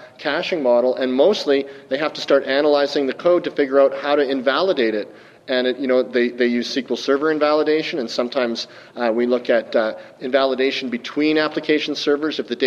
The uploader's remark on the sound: live from Dev Connections in Las Vegas